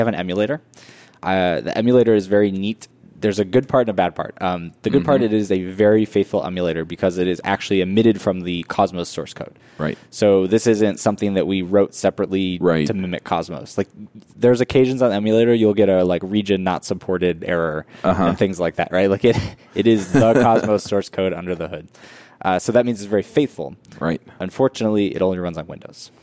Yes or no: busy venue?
yes